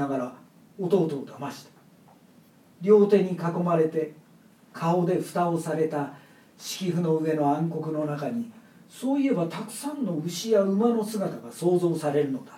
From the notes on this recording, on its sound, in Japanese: 独演会での中間の解説もつけたままである。表現よみ独演会の録音。